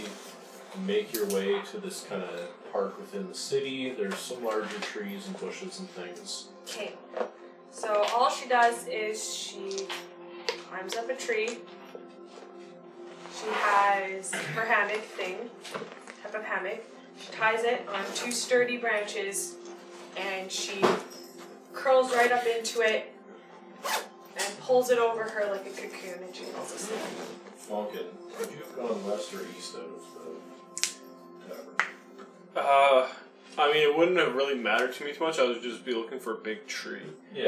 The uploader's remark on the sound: Once again, apologies for the microphone noises. This episode was recorded in person, and fitting 7 people into a small space with one microphone presents a whole new list of challenges.